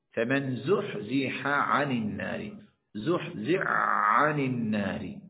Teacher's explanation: 185 کلمہ بول دیا ہے فزحزح عن النار الذي حاء مدغم جو عین میں حا کا ادغام ہوا ہے